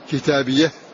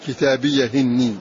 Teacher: فيكون لورش هذان وجهان، وقد علمت أن له في هاء كتابية وجهان، وجه بالإظهار كتابية، ووجه بالنقل كتابية هني